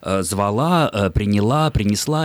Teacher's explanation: в женском роде переносится ударение на окончание, ну, в глаголах прошедшего времени